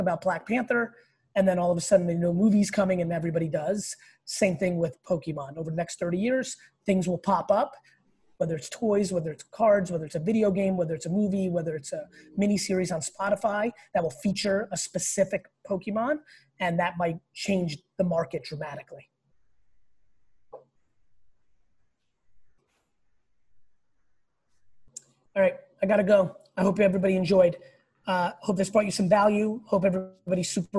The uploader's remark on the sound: This episode is an exclusive Q&A that I did over the weekend on Zoom